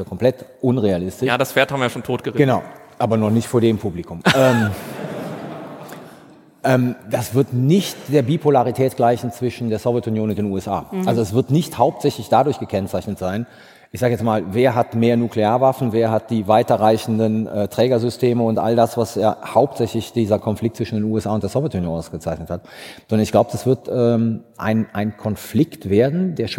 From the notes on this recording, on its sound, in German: Live vor Publikum im WDR Sendesaal in Köln.